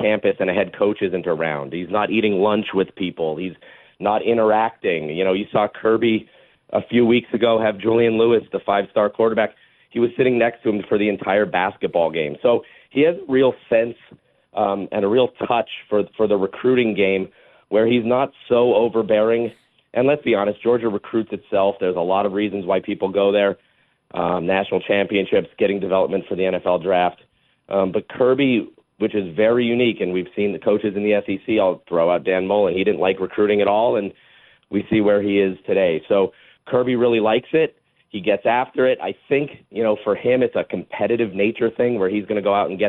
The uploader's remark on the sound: more of your phone calls